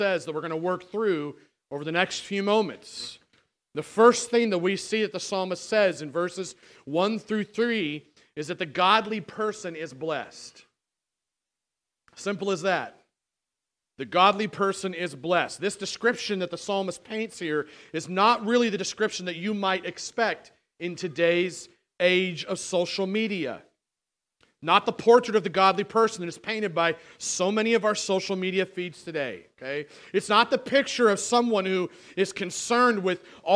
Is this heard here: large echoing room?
yes